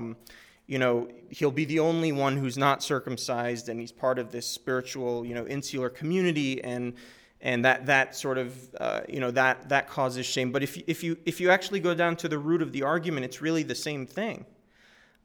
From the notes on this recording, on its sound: This is a recording of the Introduction and Q&A from the Las Vegas stop of the Cut Tour 2011.